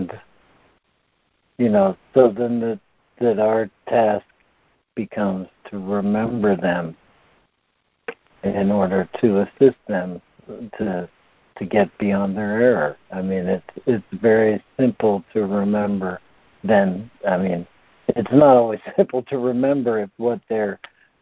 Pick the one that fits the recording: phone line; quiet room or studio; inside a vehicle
phone line